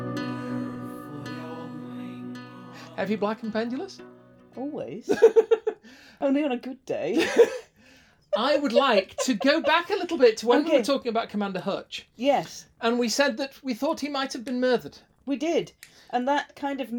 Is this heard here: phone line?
no